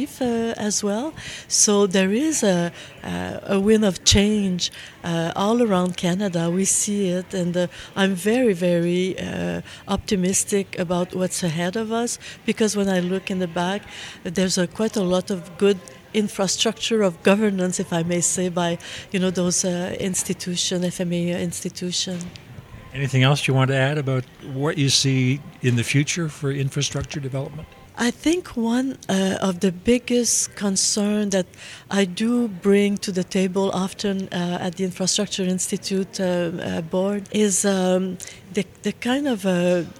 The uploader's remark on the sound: at the Leading the Way 5 conference in Treaty 1 Territory (Winnipeg)